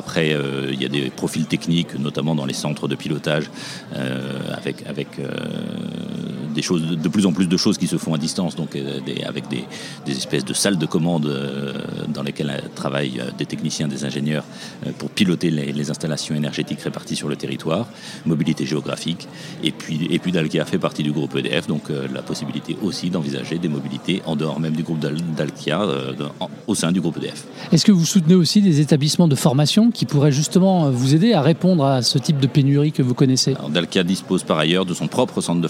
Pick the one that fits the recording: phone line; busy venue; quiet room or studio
busy venue